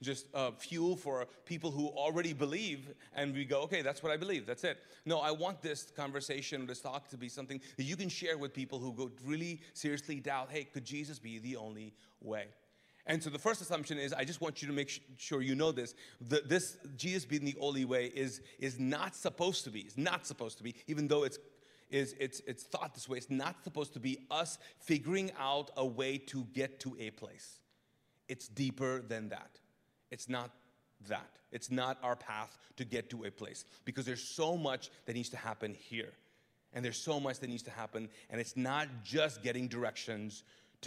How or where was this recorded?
large echoing room